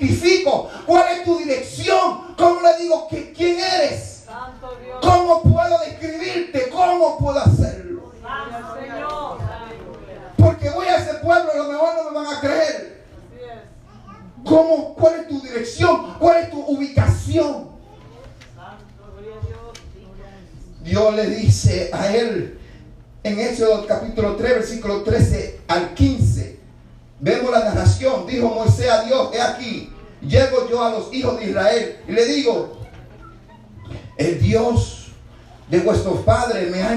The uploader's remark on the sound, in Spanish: Este audio es una porción de el mensaje predicado en la iglesia de IDP Passaic N,J.